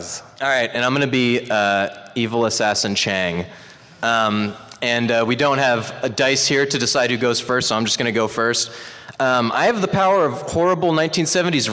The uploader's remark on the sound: Recorded LIVE from Stan Lee's Los Angeles Comic Con 2016.